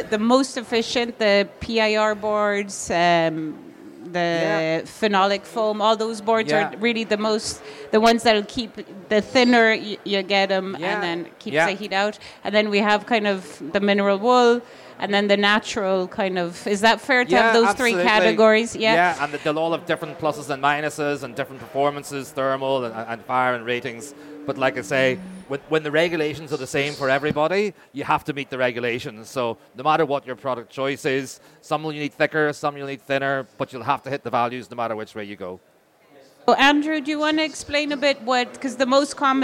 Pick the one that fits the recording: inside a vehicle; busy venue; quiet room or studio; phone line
busy venue